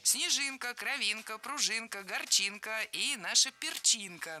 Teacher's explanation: во многих словах с суффиксом «инк» ударение падает именно на этот суффикс